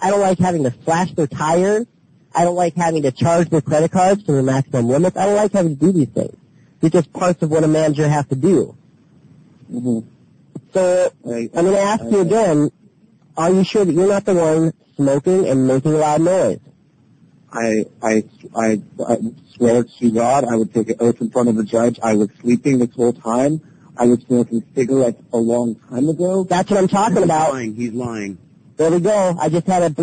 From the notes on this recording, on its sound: …'s Personal Prank Phone Calls Collection.